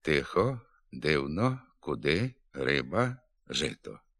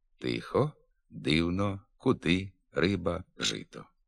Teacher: Така обнижена вимова є відступом від літературної норми. Наголошений звук «и» у літературній мові вимовляється без наближення до «е» · Shown in: second take